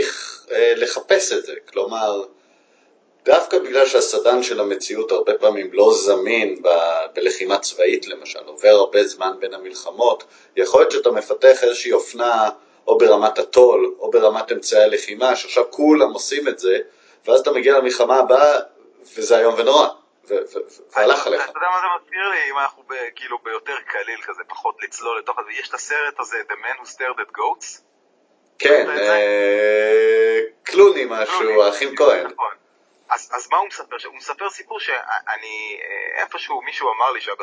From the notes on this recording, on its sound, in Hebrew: מאילוצי זמן הקלטנו פרק קצר בלי להיפגש - איכות הסאונד, כרגיל, לא משהו.